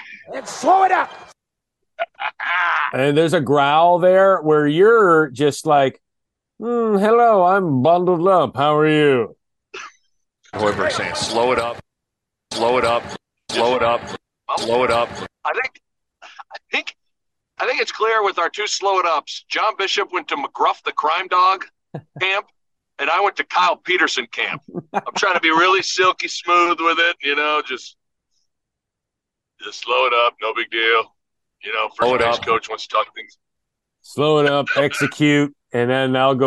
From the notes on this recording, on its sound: Is in the car headed to another game. Has bad Zoom audio.